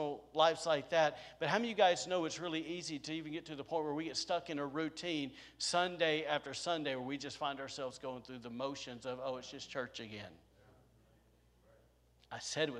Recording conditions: large echoing room